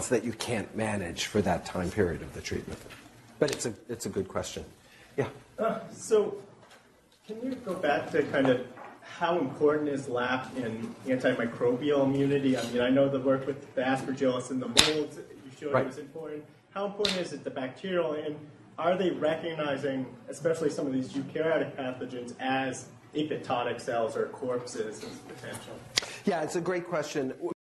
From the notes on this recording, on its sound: Norris Cotton Cancer Center Grand Rounds presented on October 24, 2017.